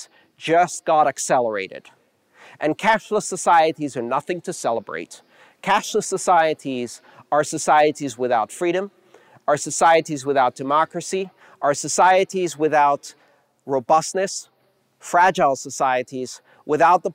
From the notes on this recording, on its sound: The live crowd and that guy with the great laugh about three quarters through.